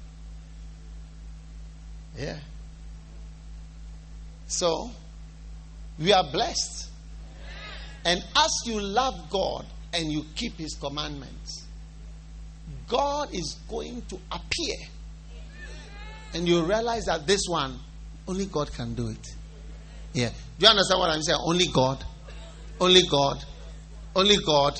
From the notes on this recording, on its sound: Preached at the First Love Church on 31st December, 2015.